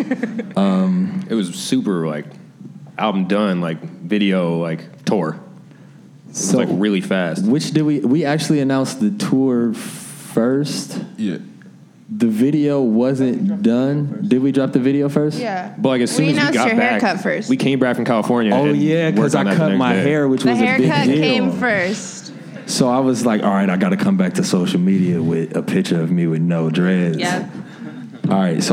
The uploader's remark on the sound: At a panel recorded at the Ace Hotel in Chicago